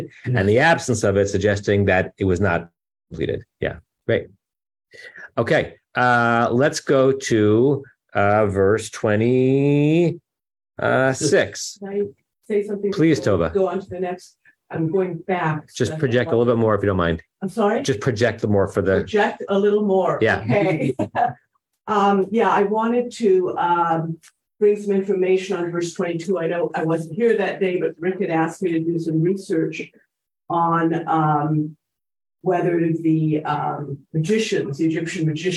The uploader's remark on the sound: Temple Beth Am, Los Angeles.